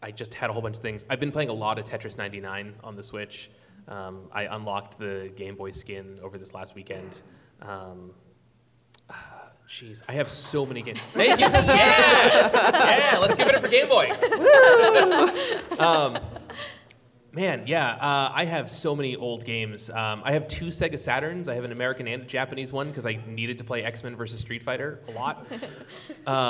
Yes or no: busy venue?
yes